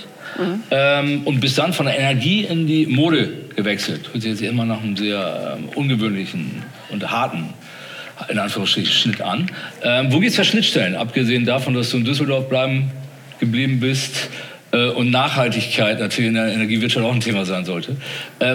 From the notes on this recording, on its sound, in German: Im Live-Podcast auf dem Kommunikationskongress in Berlin.